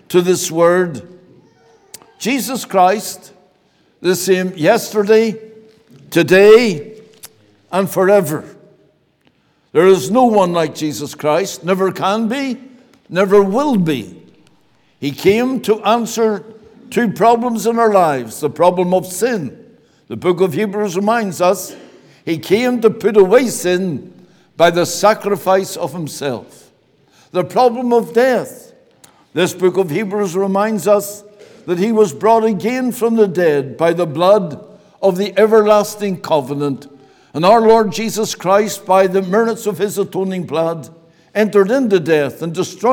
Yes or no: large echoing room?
yes